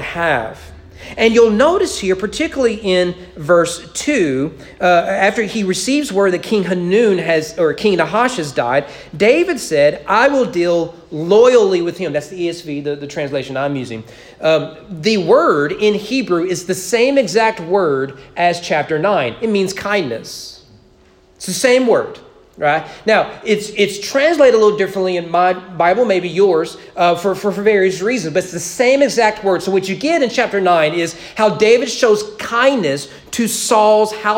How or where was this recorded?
large echoing room